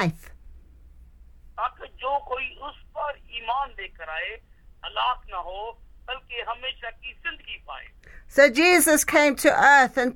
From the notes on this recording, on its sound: Speaking via phone to group in Pakistan.